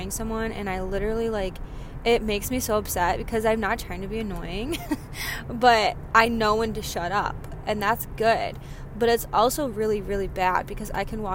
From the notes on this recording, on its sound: sorry for the background noise - I was driving